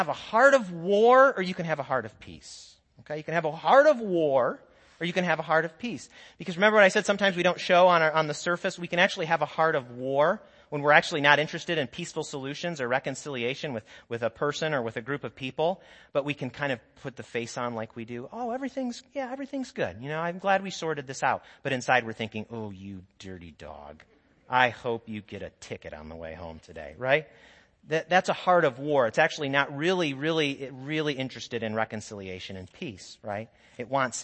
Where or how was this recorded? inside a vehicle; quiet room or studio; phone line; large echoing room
large echoing room